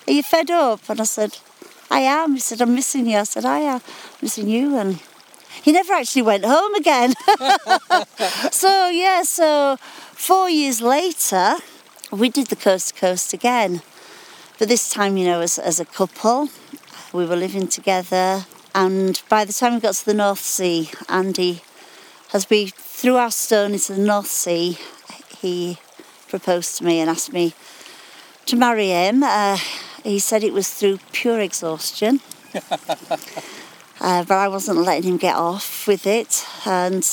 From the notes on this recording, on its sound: We travel east to the big-sky North York Moors. On a stretch of her beloved Coast to Coast walk. Setting out in springtime squalls from The Lion Inn at Blakey.